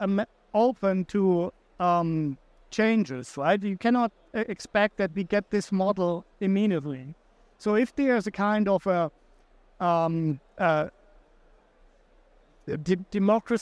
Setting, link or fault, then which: setting, busy venue